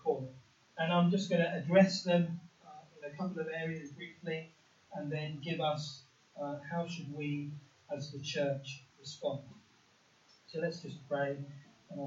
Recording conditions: poor sound quality